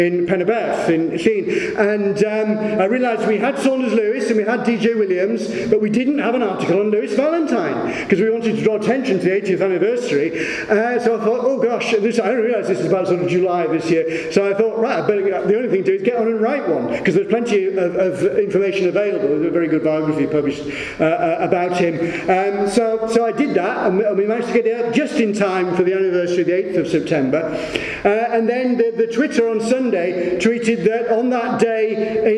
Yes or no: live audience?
yes